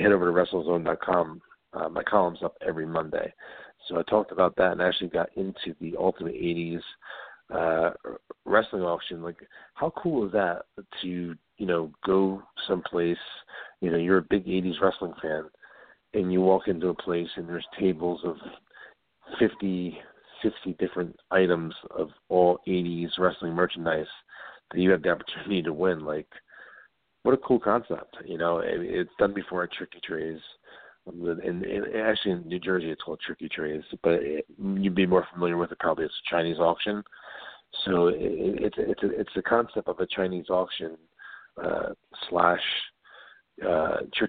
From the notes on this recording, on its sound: Take your calls LIVE on air.